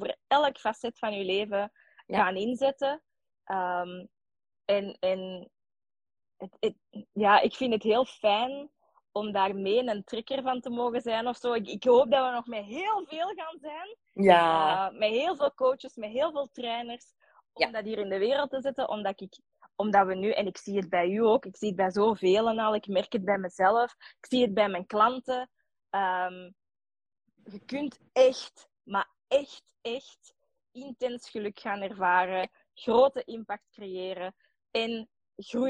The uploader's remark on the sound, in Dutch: Er liep tijdens het opnemen van de live iets mis met de audio dus daarmee de slechtere kwaliteit